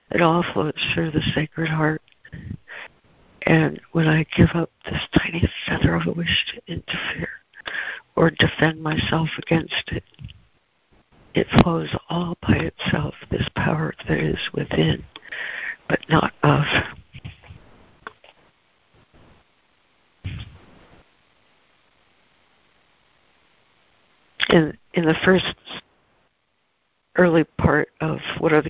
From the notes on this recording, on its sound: ACIM Daily Conference Call